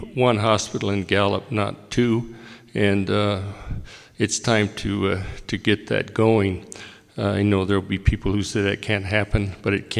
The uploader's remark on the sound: This audio was recorded October 2, 2021 at First United Methodist Church. Health Workers Town Hall organized by local UAPD in Gallup. At First United Methodist Church, during a "Health Crisis" Town Hall organized for health workers and community members.